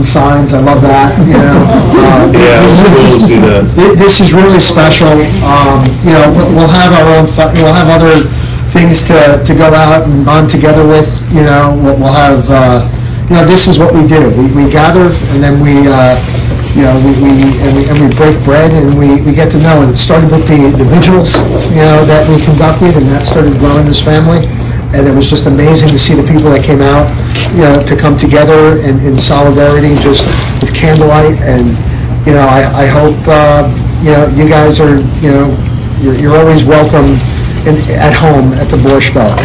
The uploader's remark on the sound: met with about 15 people outside the meeting room.